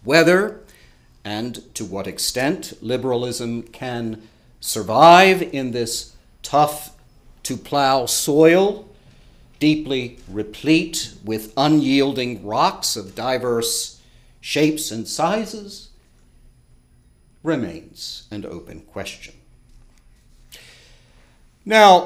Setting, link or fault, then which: setting, large echoing room